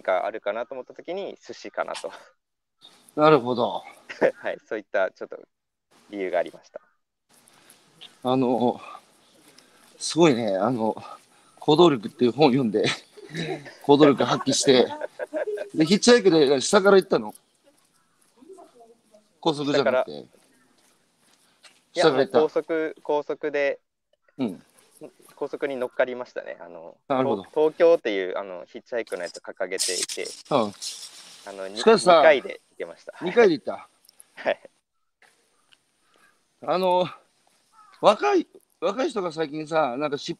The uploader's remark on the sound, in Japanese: 歩きながら1時間、対談する